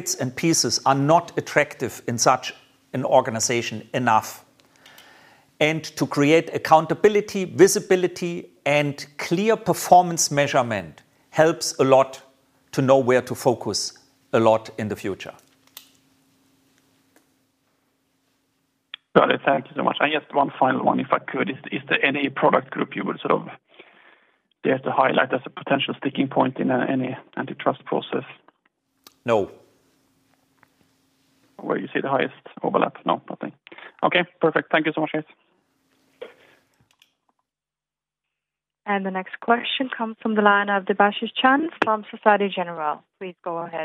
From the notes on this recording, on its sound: Have presented the transaction in a conference call with FLSmidth investors.